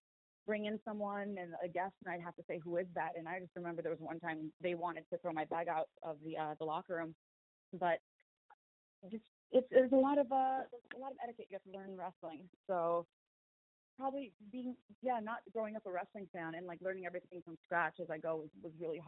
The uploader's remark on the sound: Media Teleconference Interview